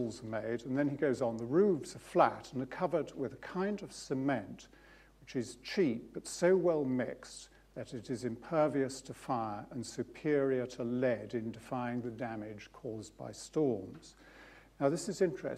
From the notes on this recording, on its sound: UCL Lunch Hour Lecture